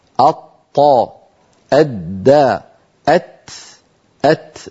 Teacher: ولكن لاحظوا بأن مؤخرة اللسان قد اختلف شكلها، لأن الدال لما نقول أدى، ولما نقول التاء أتى، فهذا المكان من الأمام هو والطاء مكان واحد، ولكن خلف اللسان أو بالأحرى مؤخرة اللسان يختلف شكلها بين الطاء من جهة وبين الدال والتاء من جهة. إذن الدال والتاء كما نرى على اللوحة التي أمامنا الآن هي أيضا من طرف اللسان ومن أصول الثنايا العليا، ولكن من غير ارتفاع لأقصى اللسان.